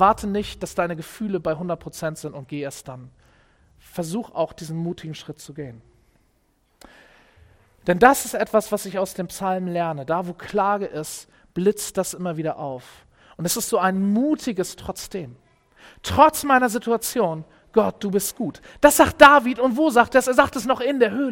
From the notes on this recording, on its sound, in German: Predigt im Rahmen des GreifBar+ Gottesdienstes